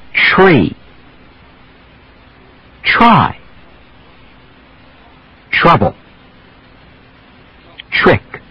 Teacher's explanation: when a word starts with the letters T-R, most Americans actually use a little ch-ch sound before the R. Instead of tree, they'll do tree.